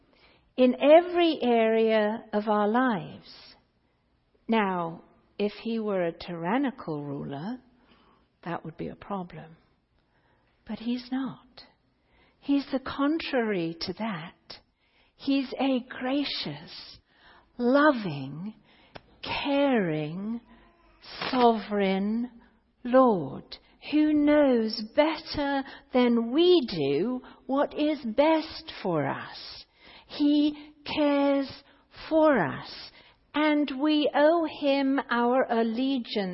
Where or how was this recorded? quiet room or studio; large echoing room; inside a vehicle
large echoing room